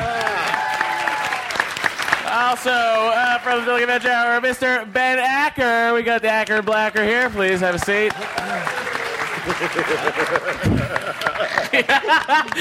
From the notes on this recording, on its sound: Live from SDCC 2014, it's the Nerdist Podcast Super Panel